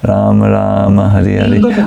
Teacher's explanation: And sometimes you may chant a little faster, Rama Rama Hari Hari. And then the A is absolutely not audible when you chant so fast.